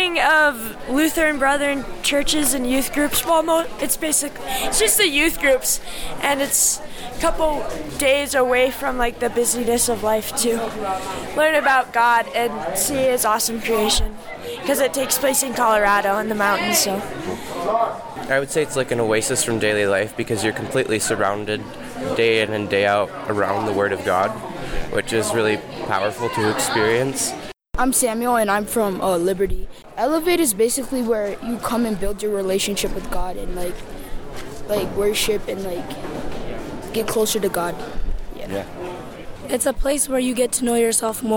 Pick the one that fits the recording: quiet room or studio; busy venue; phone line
busy venue